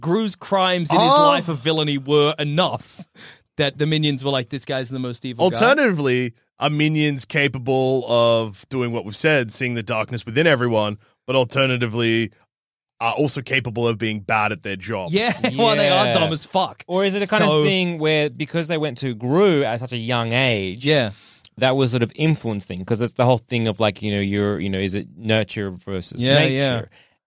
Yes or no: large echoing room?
no